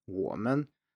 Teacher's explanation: So if we say something like woman, as in us or we, woman, the men here is higher than wo. Wo is very low and men is high. · Term: neutral tone